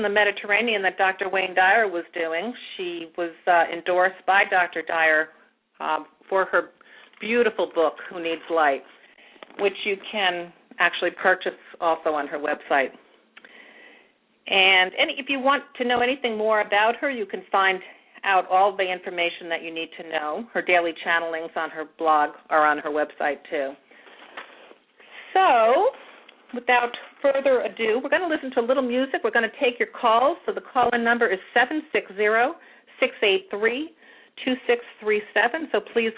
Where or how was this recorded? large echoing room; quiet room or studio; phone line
phone line